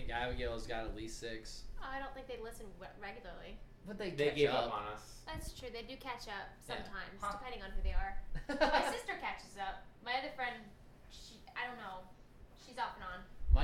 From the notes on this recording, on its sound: Oops we recorded in the wind.